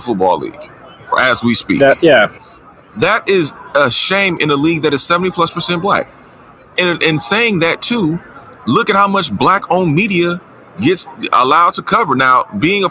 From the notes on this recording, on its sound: live from Super Bowl Media Row